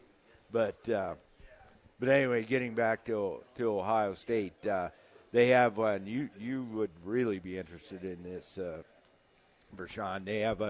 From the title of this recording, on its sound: LIVE at Wingstop